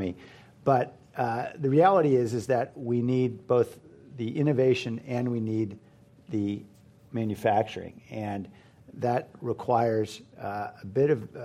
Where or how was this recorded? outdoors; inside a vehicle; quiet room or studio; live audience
live audience